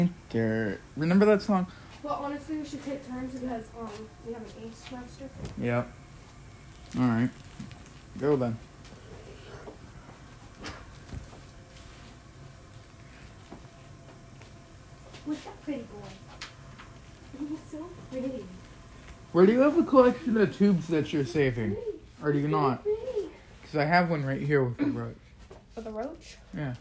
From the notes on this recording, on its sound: my microphone broke